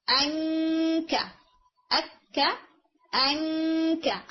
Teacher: सिर्फ आपने क्या करना है नाक को, आवाज को नाक में लेके जाना है · Term: काफ का इख्फा